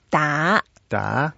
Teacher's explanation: The first word 达 is D-A, second tone, go up.